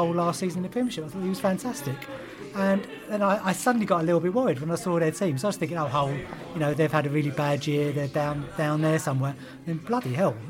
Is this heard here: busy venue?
yes